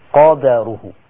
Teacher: على الموسع قد، قرأ شعبة بسكون الدال يبقى هيقلقل، قد قدره، أما حفص قرأ بفتح الدال قدره